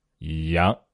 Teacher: 阳平是从哆来咪啊第三个，三度往上扬，扬到最高点